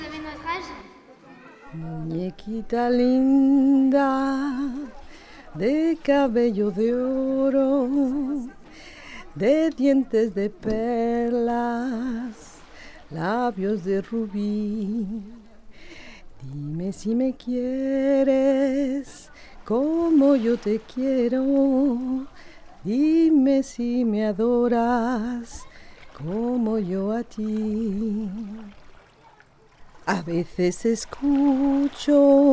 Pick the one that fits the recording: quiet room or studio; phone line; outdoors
outdoors